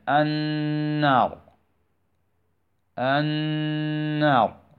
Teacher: نقوم بنطق هذه النون ونظهر غنة بمقدار حركتين لا أكثر، فتنطق كالتالي: النار النار، فقط، ما نزيد كثيرا ولا نتكلف.